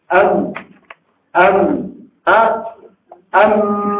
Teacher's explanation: مر معنا أن الميم مخرجها الشفتين